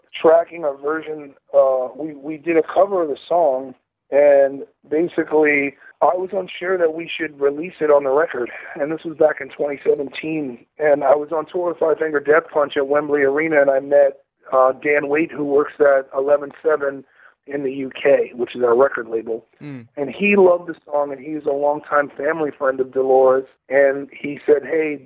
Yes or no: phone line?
yes